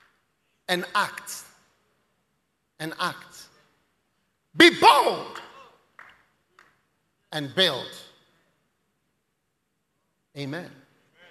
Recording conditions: live audience